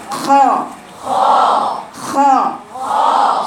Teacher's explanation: الخاء فين في الحلق مش اقصى الحلق، لا ادنى الحلق، شاوري عليها وقولي خاء خاء خاء.